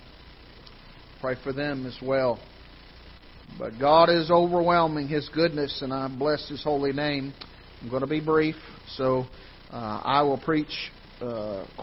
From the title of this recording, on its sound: Ketha Heights Baptist Church ~ Live Broadcast